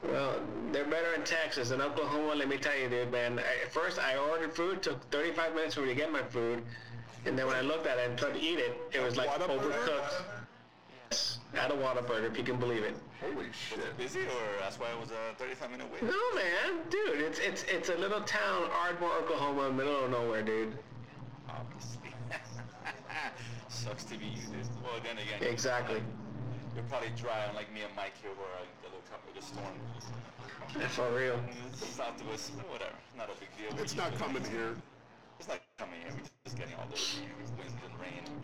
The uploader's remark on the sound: Apologize for the sound issues. In the middle of a 23 hour Donkey Kong Country Marathon when we were recording.